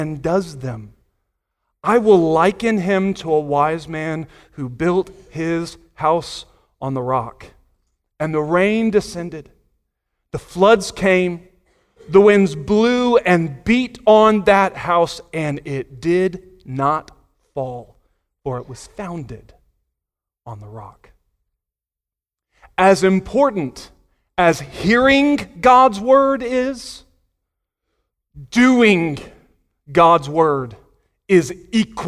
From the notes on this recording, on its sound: Sunday Morning Sermon Audio.